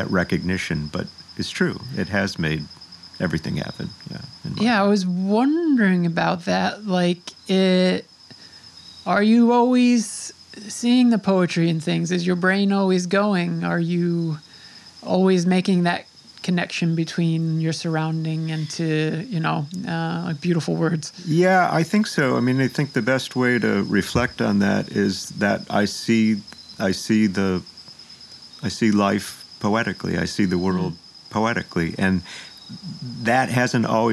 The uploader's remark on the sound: His home in Sag Harbor. We recorded outside in the elements.